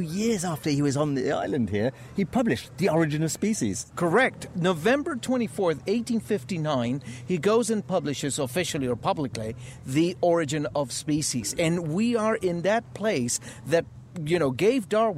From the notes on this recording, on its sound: on location aboard the Yacht Isabela II, afloat in the Pacific Ocean